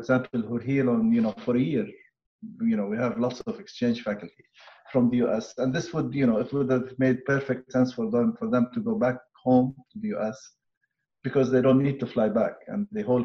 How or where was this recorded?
video call